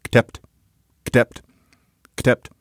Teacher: this is how Arabic is rendered by people speaking a language like Berber, where you can leave out the vowels